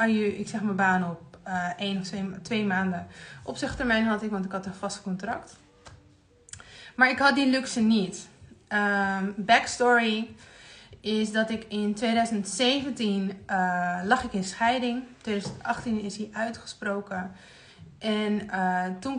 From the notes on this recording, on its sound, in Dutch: Hierbij de opname van mijn Instagram live.